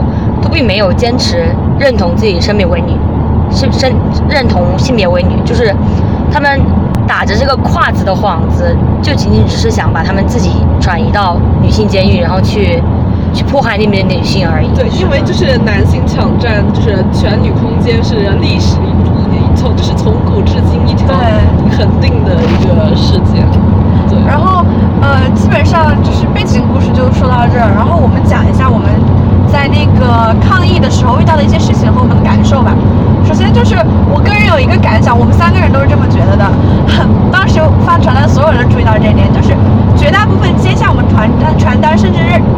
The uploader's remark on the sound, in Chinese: 因为在车上录制，所以这一期杂音有点多